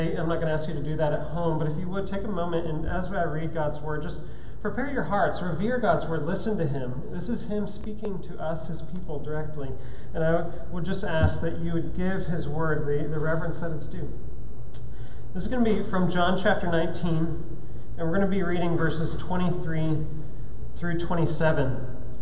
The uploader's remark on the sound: at Trinity Church, Puerto Rico